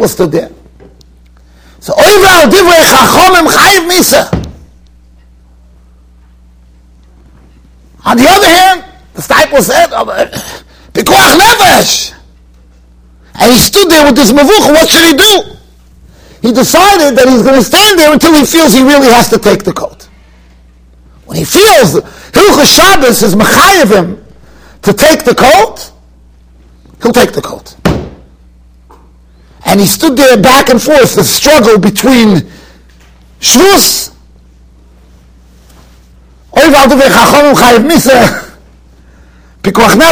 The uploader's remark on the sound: Shiur recorded in Yeshivas Ohr Reuven, Monsey, NY.